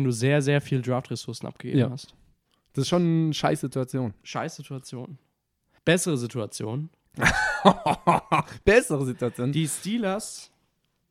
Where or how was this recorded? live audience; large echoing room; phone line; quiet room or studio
quiet room or studio